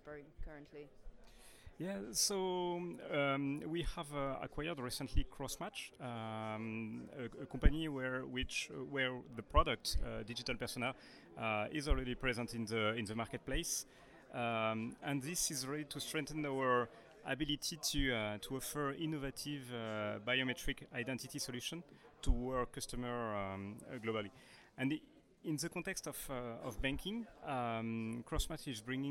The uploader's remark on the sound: This episode was recorded during the Paris Fintech Forum 2019